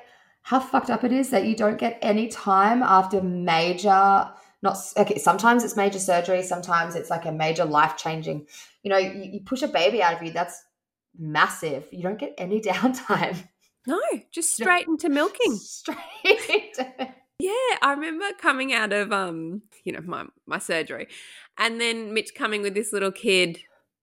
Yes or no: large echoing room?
no